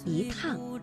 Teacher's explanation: 而在去声字之前呢，要变成阳平